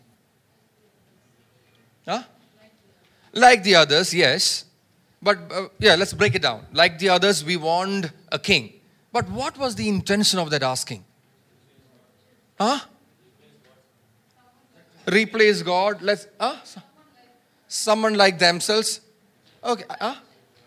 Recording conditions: large echoing room